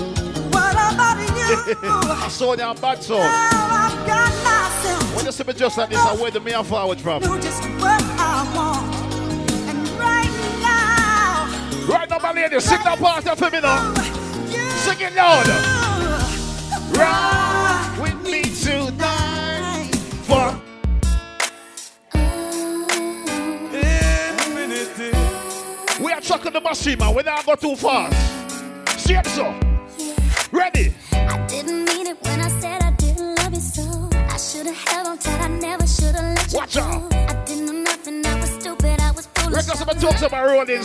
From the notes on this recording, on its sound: LIVE AT LEVEL UP 30TH AUGUST 2022